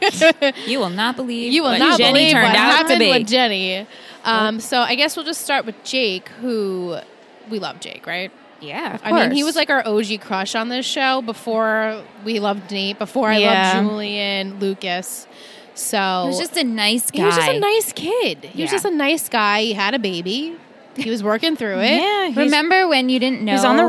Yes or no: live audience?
yes